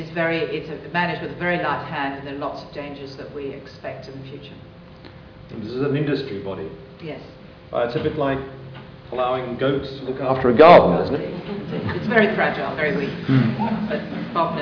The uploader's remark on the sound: THIS LECTURE TOOK PLACE AT THE UNIVERSITY OF SYDNEY 13 SEPTEMBER 2012 AS PART OF THE SYDNEY IDEAS PROGRAM.